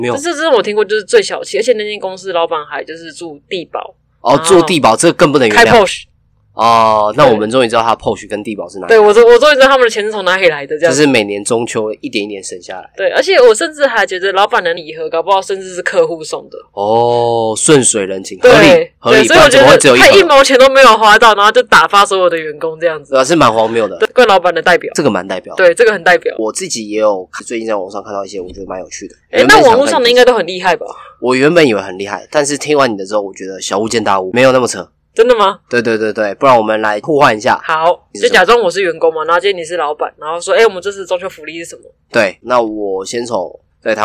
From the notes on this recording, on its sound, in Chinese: 本集各種爆音。